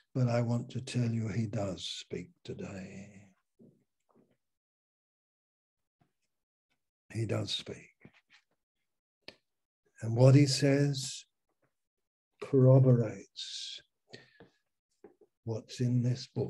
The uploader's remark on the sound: Malaysia Meets (Zoom)